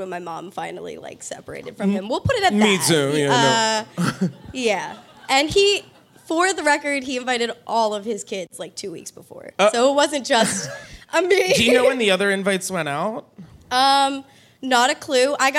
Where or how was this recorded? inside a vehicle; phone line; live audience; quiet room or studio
live audience